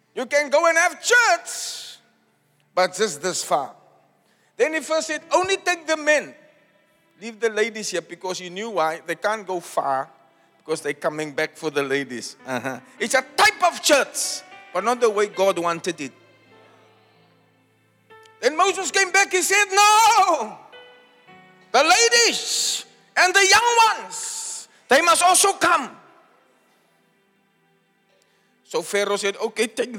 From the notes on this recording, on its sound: Preached at Zion Sanctuary, Cape Town on the 23 of July 2023